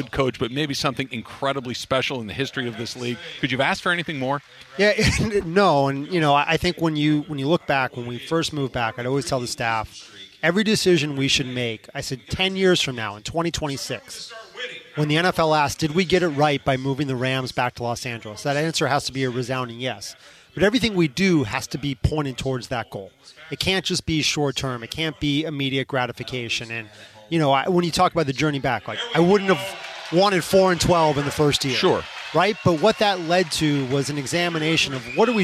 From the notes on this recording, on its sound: live from YouTube Theater for Rams Revealed